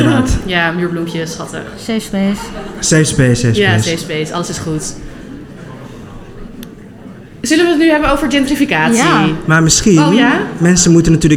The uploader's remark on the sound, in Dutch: Live vanuit de Havermelkelite Food Night in het Scheepvaartmuseum in Amsterdam